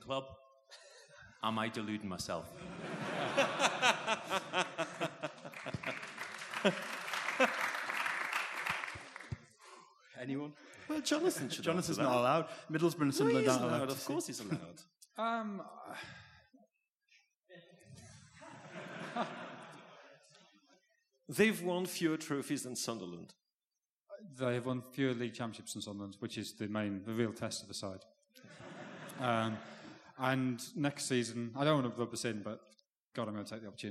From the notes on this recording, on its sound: The first half of the Blizzard's live Q&A event held at the WS Society in Edinburgh.